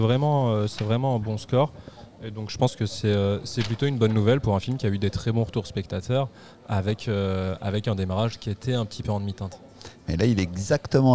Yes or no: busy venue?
yes